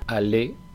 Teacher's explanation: Habréis observado que, en primer lugar, allez no suena la Z final, es decir, la terminación EZ se pronuncia como una E normal